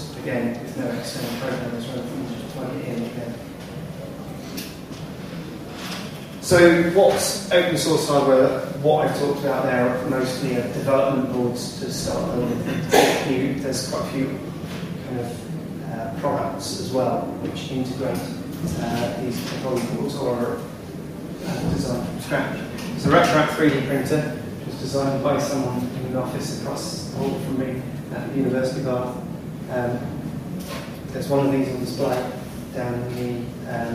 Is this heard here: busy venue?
yes